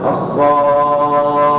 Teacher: ست حركات فلا تقل الصاخة ولا تقل الصاخة ولكن قل الصاخة فيكون المد ظاهر البيان لأنه في أبلغ مراتبه وهي مرتبة الحركات الست · Term: المد اللازم